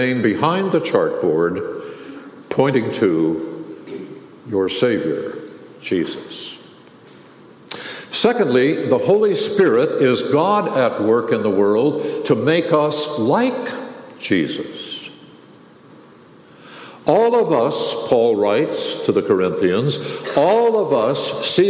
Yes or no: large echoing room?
yes